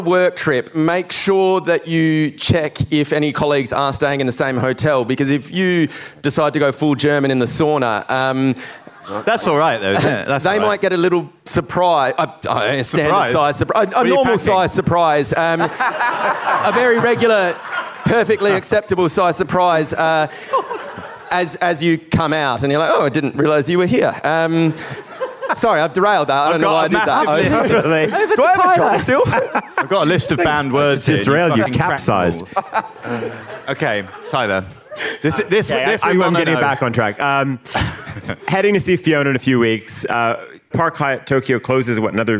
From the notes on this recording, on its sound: From the Monocle Quality of Life Conference. Answer audience questions from every corner of the globe.